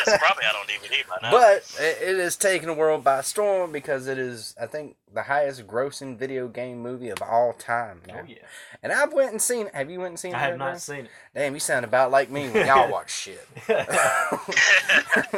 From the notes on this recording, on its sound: In this episode of the podcast we try a new recording technique which has brought you the shit quality that no other podcast promises. If you can get past the horrible audio in this podcast then you are truly a fan and we thank you.